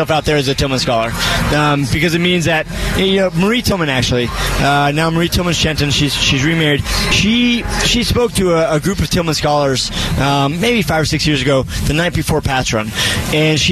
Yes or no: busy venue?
yes